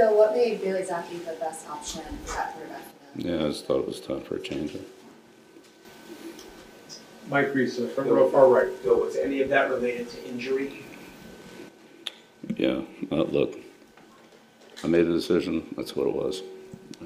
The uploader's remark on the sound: Postgame press conference following New England's 10-6 loss to the Indianapolis Colts in Frankfurt, Germany.